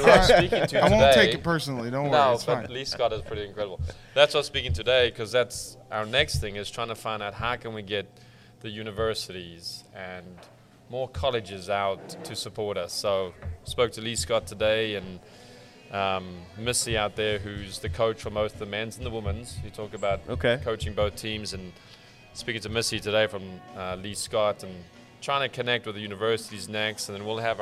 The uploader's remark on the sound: Live from Ivy Park Sports and Grill